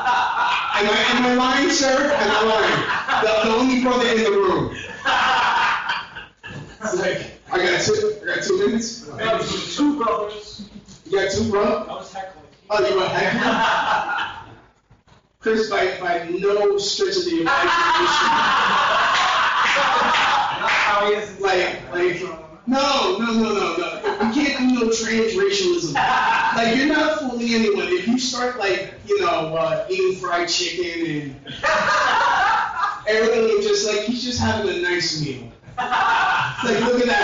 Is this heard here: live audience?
yes